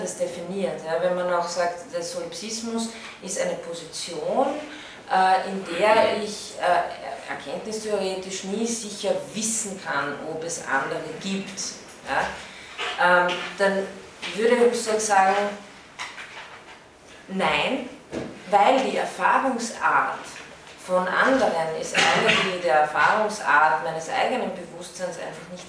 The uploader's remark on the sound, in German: von Studierenden aufgezeichnet